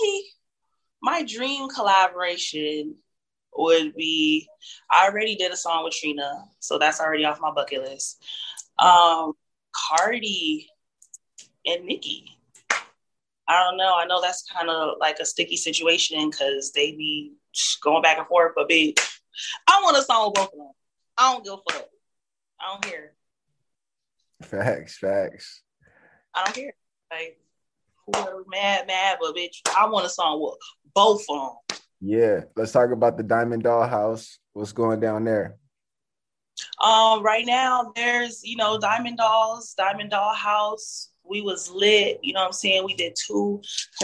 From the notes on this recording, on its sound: Zoom interview.